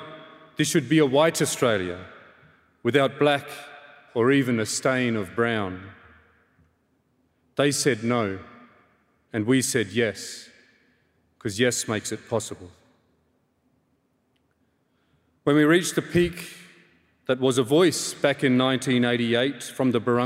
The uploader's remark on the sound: Six Australian cultural icons took to the stage at Melbourne Town Hall for an intimate evening of storytelling. This event was recorded on Wednesday 4 October 2023 at Melbourne Town Hall.